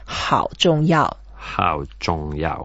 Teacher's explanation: 好 is the third tone, so we go down first and up.